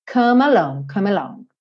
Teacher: Então, eu pego esse M e já junto com A